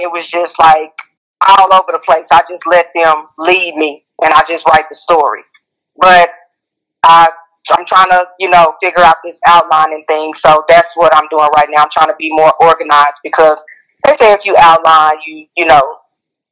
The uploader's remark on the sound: On the phone interviewing authors